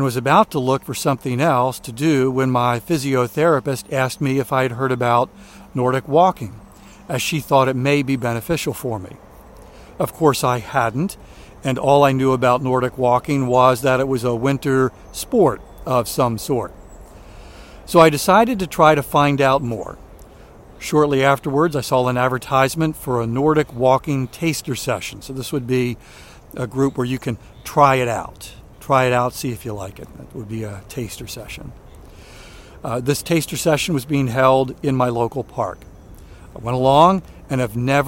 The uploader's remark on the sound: during today's ten-minute walk